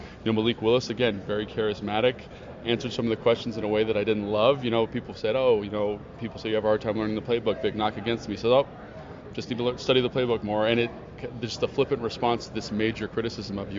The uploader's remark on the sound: Live from the NFL Combine